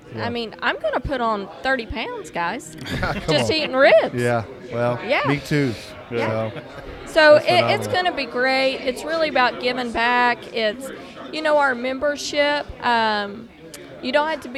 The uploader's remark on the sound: In this episode we are on location at the 2024 NBBQA conference in San Antonio!